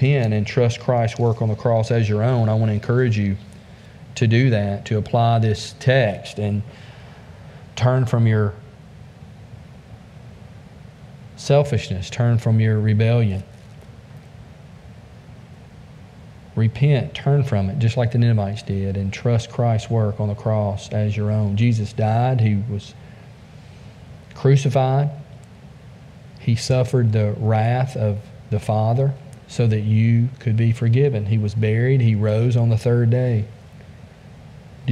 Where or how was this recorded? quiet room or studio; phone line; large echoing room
large echoing room